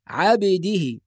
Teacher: أيضا في كلمة عبده نحافظ على القلقلة، قلقلة الباء الساكنة، عبده، ولا نقول عبده، عبده لا، الباء الساكنة فيها قلقلة